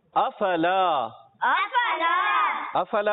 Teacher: अफला में हुर्फ मद्दा है, इसको खींचेंगे लाम अली जबर ला